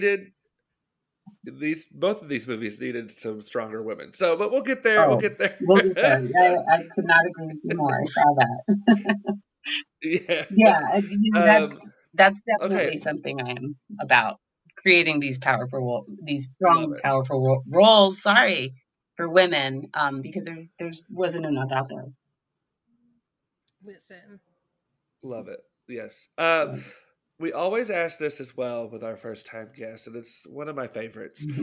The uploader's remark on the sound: Please excuse the technical difficulties.